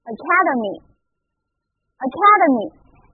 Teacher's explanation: A-C-A-D-E-M-Y Academy 就是我们今天所要讲的第一个单词，注意它的重音是放在第二个音节上